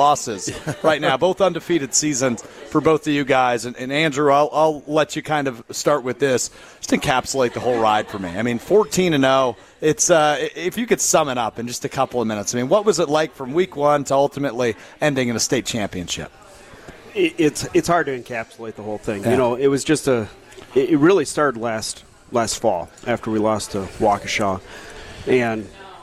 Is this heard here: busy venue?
yes